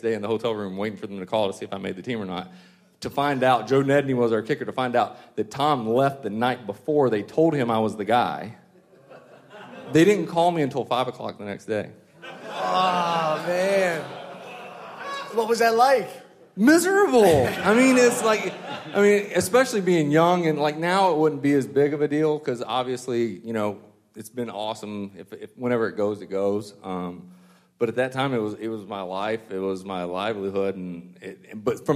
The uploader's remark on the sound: LIVE Event: Super Saturday Man Breakfast VII. The panel discussion from the Super Saturday Man Breakfast.